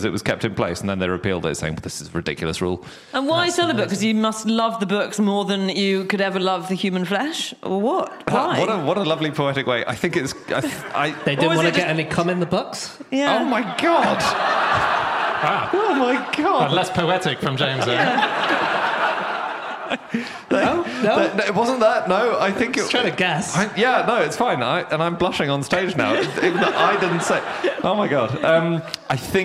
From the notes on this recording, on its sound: Live from Exeter